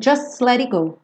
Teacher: Just do S já vai direto pro let, tá? So we'll just let it go, let it go, let it go.